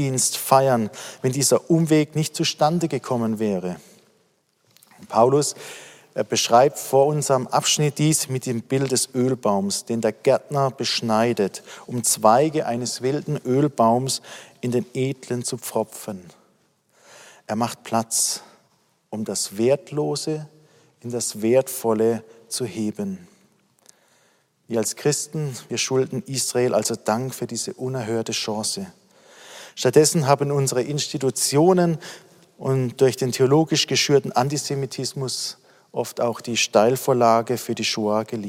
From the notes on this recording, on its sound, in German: aus dem Online-Gottesdienst der Missionsberg-Gemeinde (Liebenzeller Mission)